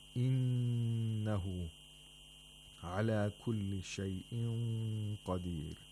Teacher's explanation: we have a نون with شدة، so we have to pronounce it with nasalization for two vowel counts